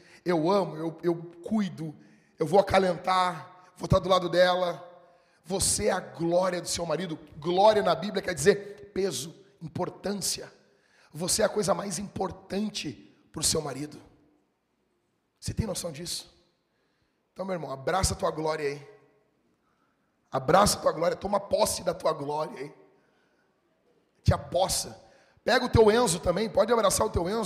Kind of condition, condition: setting, large echoing room